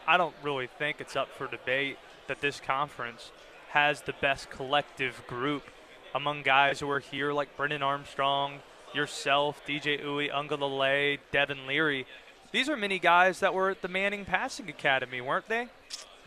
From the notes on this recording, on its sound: Live from ACC Kickoff